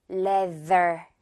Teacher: 이렇게 th 부분은 leather 아니겠죠. 쌍디귿 같은 게 아니라 디귿 같은 th로